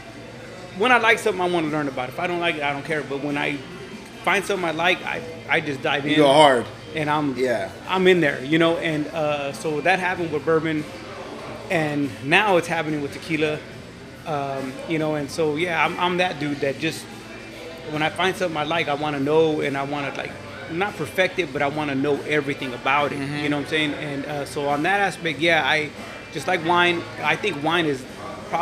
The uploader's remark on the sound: sit down on location at spokeasy public house